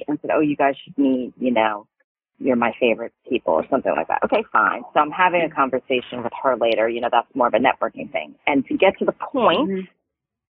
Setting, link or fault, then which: link, phone line